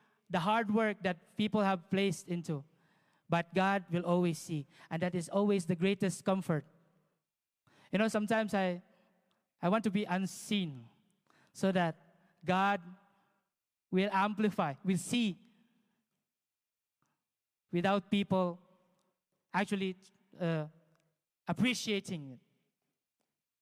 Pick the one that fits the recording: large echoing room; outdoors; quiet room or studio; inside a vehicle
large echoing room